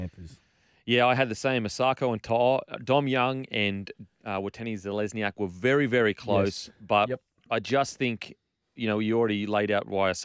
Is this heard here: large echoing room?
no